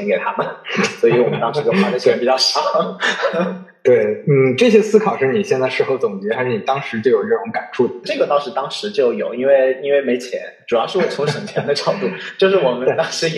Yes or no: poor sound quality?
yes